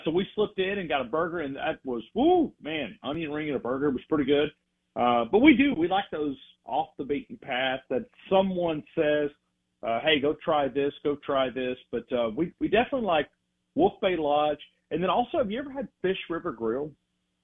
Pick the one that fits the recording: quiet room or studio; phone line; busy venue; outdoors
phone line